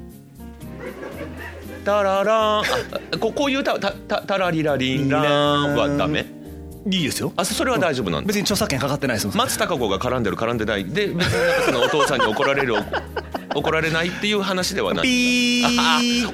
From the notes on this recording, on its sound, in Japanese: 公開収録午前の部